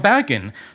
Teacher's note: Så dette er ikke trykk. Det er ikke det dynamiske trykket i språket. Det er det melodiske, det er tonelag.